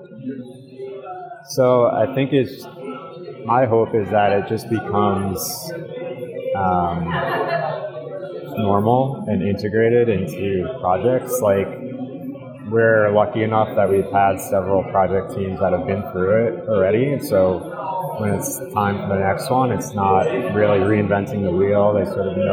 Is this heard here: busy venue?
yes